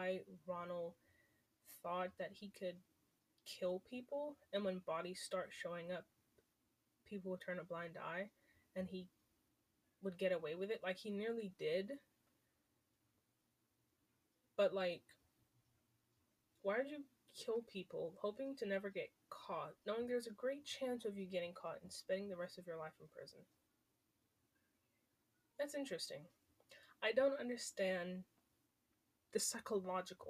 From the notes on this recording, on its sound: sorry for the audio